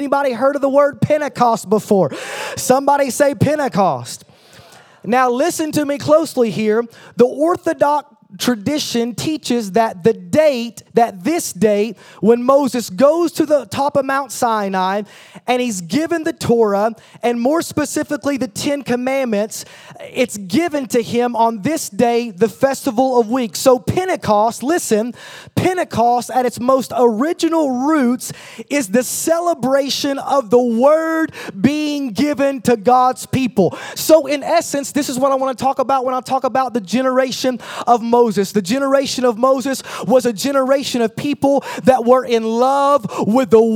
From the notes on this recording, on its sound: at a combined service for United Young Adults and Impact Youth Ministries